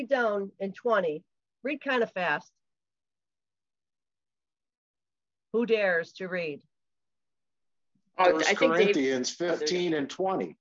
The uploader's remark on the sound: Syracuse Zoom Class.